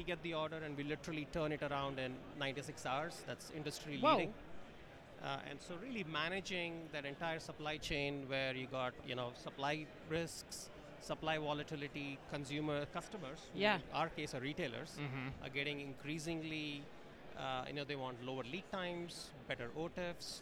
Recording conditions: busy venue